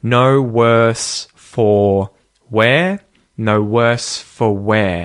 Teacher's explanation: the word for gets de-emphasized. It gets reduced, and the vowel sound, instead of or, becomes an schwa vowel